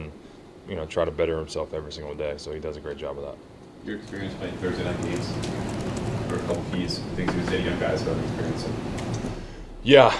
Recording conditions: busy venue